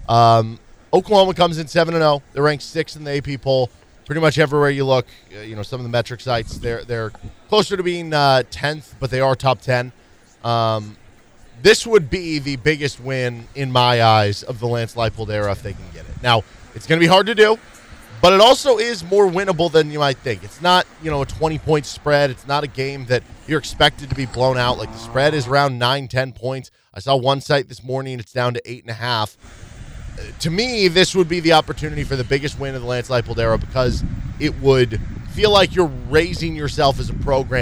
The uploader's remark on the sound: KU Tailgating Show at Big Mill. Live pregame show.